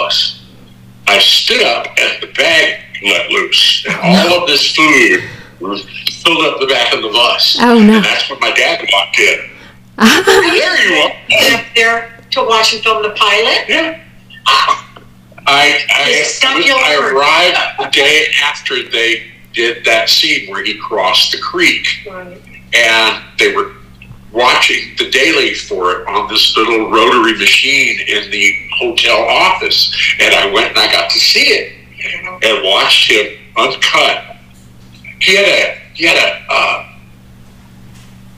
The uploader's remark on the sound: The episode was recorded via phone. Which contributes to the sound quality variances.